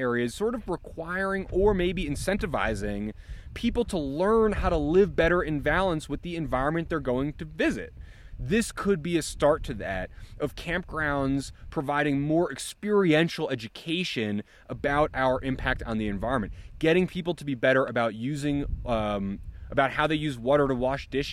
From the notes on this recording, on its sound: recorded in Dixie National Forest in Utah